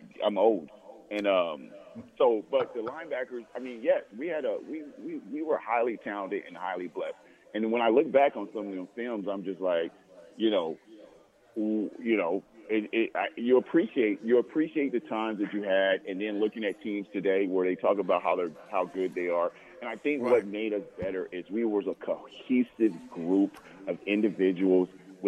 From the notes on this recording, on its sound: Live From Daq Shack (4630 Leighton Ave Suite 25).